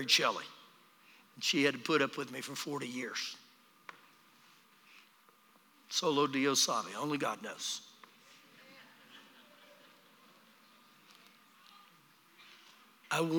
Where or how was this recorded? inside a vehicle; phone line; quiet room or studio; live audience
live audience